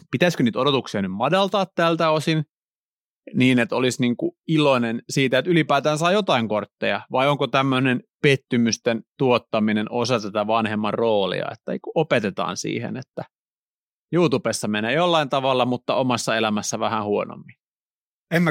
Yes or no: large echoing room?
no